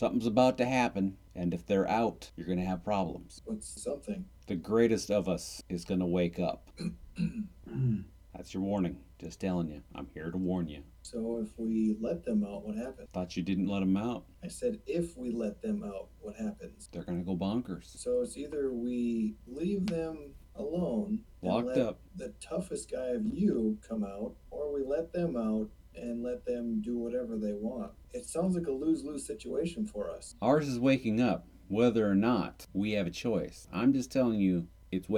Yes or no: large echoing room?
no